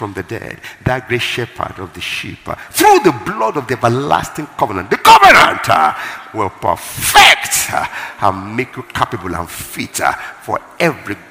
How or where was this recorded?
live audience